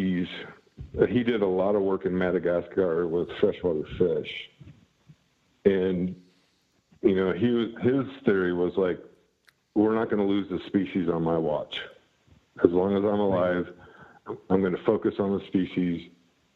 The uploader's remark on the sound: Apologies for any audio issues on this one. Line proved a bit dodgy.